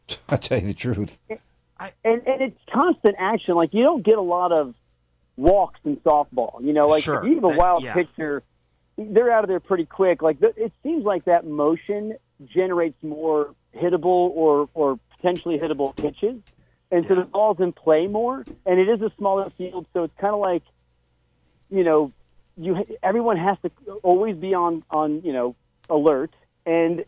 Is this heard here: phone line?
yes